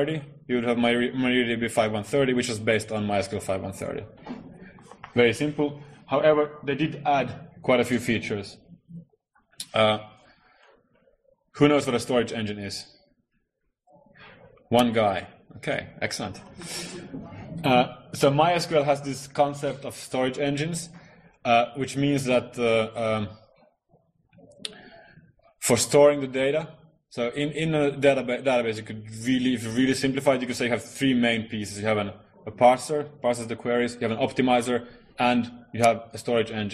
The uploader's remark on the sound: Recorded at the Northeast GNU/Linux Fest 2012-03-17